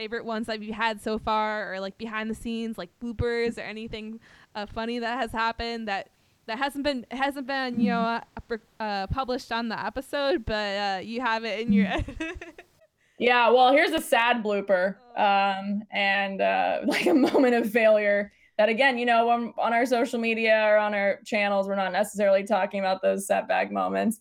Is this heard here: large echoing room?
no